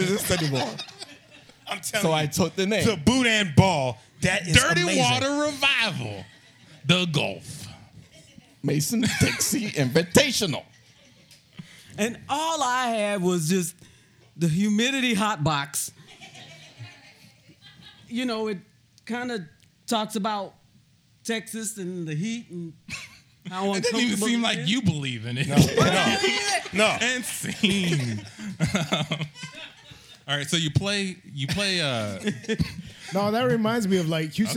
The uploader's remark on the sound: Can't Tell Us Nothing performs at Mockingbird ¡Recorded Live! Podcast Fest at Rudyardz in Houston, Tx.